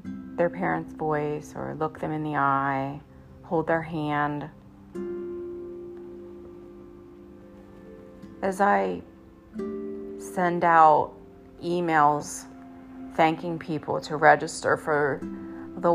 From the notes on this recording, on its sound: Apologies for background noise